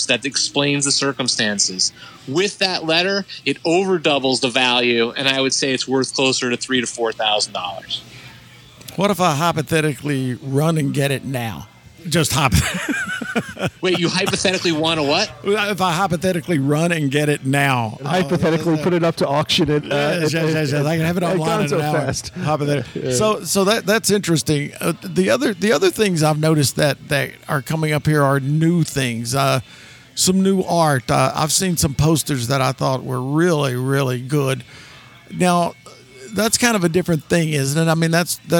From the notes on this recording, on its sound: LIVE AT GONZOFEST. Since GonzoFest is at least part swap-meet.